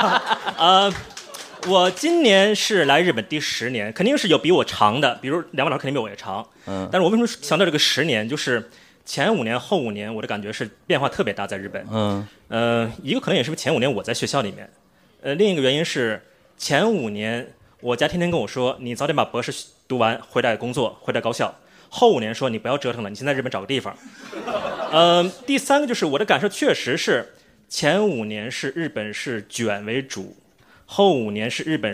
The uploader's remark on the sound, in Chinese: 东亚观察局》线下见面会东京站实况